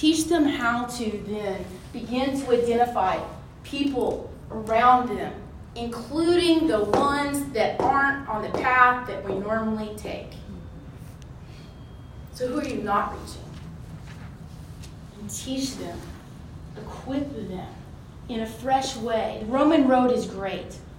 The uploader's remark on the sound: This episode was recorded at this year's Thrive Collective.